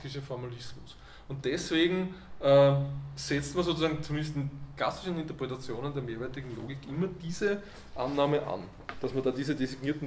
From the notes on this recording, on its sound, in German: Diese Vorlesung wurde von Studierenden aufgenommen